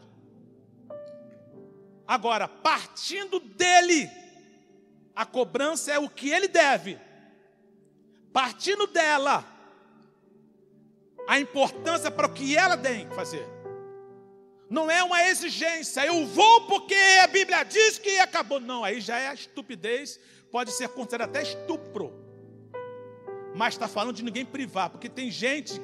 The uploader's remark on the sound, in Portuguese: CULTO DE LOUVOR E PALAVRA AO VIVO.